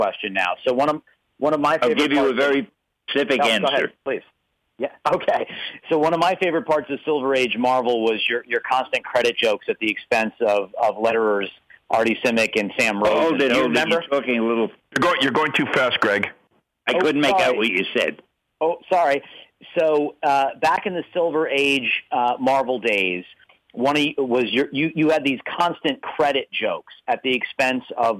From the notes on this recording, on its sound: a conference call interview